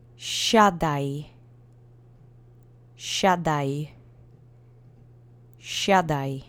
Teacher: So the accent is on the first syllable.